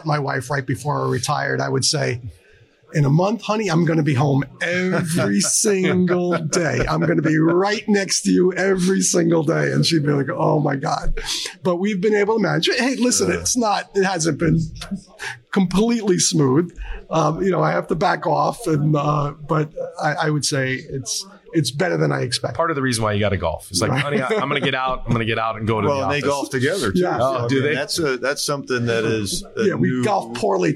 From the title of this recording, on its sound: Live at FDIC